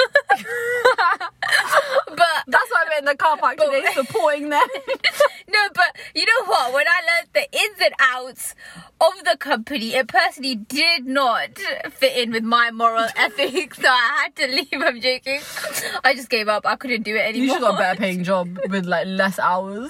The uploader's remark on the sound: Today’s episode is recorded from the comfort of a car in a Maccy D’s car park, whilst we enjoy the simple pleasure of life, a McFlurry.